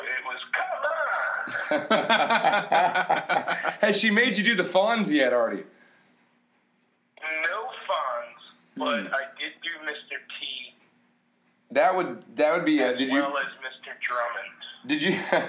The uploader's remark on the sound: Best of Wednesday night love line calls. It’s calls from people that called.